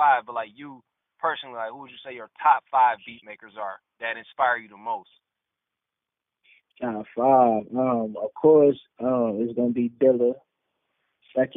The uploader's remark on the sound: a call in interview